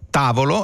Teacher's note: l'accento cade sulla ta, la sillaba ta